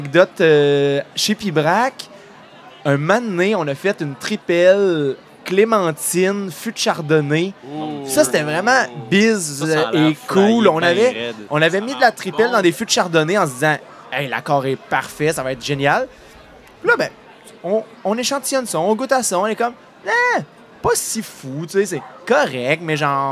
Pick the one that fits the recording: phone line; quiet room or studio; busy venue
busy venue